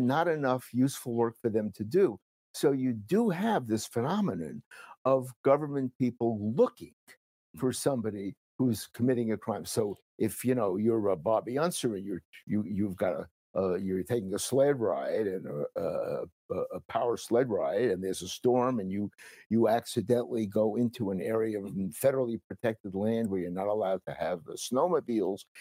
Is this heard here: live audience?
no